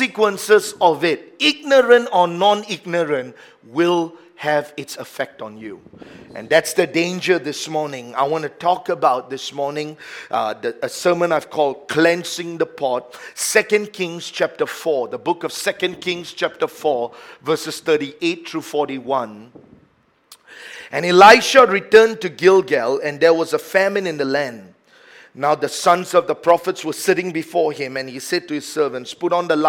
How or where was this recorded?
large echoing room